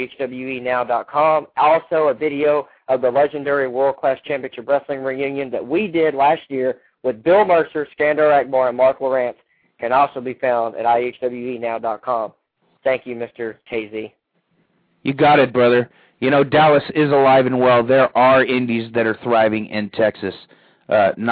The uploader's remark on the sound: A special 1 hour call-in only show. Open the phone lines for the whole show.